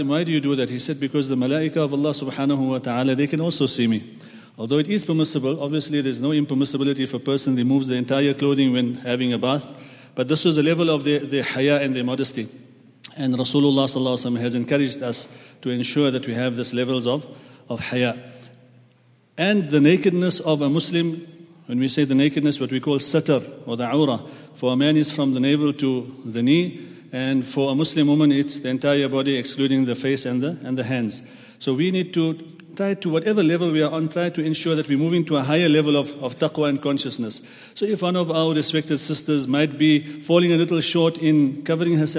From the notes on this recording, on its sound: at the Houghton Masjid (West Street)